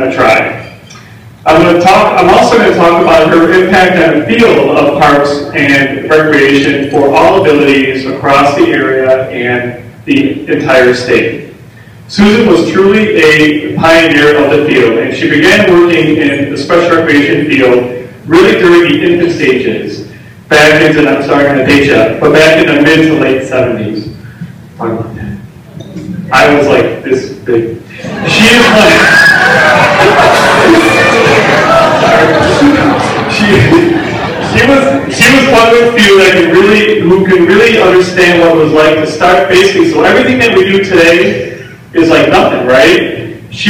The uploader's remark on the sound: Podcasting live from the 2017 SEASPAR Believe &#38; Achieve Banquet. Podcasting live from the 2017 SEASPAR Believe & Achieve Banquet for our 3rd annual live broadcast at this event.